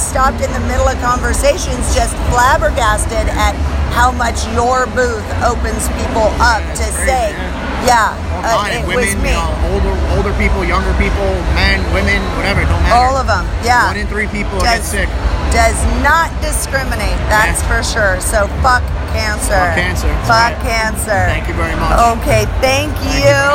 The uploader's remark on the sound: Exxxotica New Jersey 2017. The people and Talents, signings and live shows were never-ending. Periscope live, walk through with me during the event.